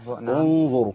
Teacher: لابد من تفخيم الغنة عشان داخل على ضاء